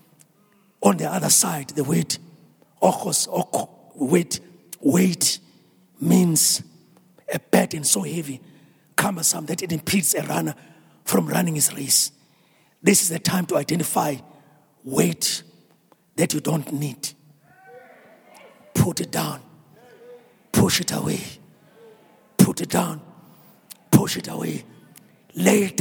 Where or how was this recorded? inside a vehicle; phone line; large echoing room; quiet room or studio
large echoing room